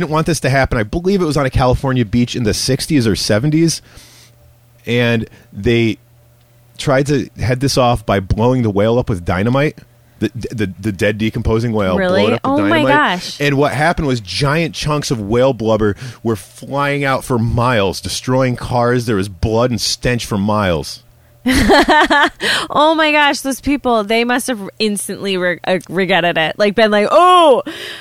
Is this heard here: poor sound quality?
no